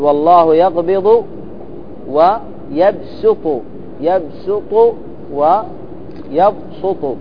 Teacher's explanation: إبدال السين صاد والصاد سين